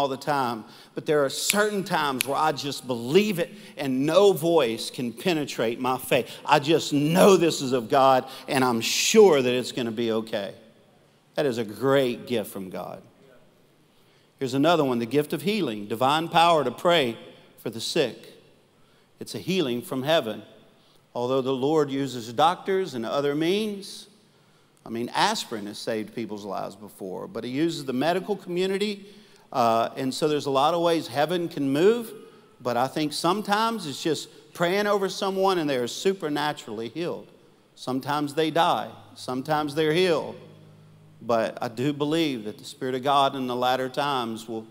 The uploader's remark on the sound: Live Recording